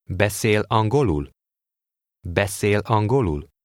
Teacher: Note the question intonation. It rises through the next-to-last syllable. Then at the last syllable, it falls sharply.